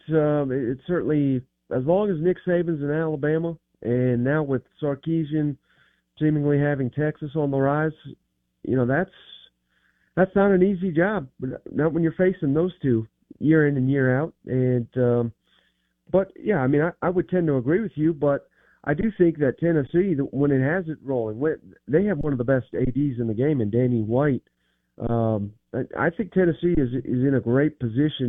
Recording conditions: phone line